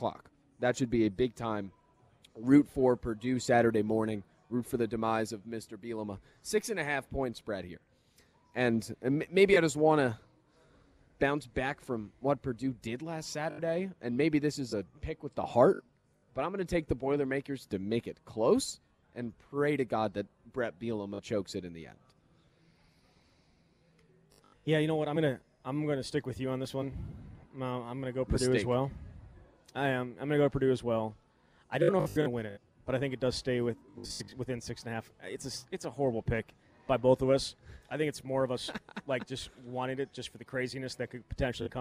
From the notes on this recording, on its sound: live at Monk's in Sun Praire